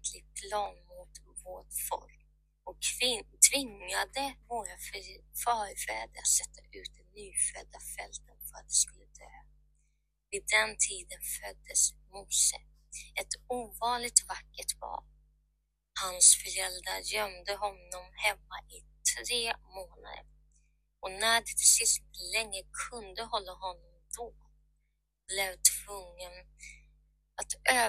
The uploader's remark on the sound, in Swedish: ber om ursäkt för dåliga ljudet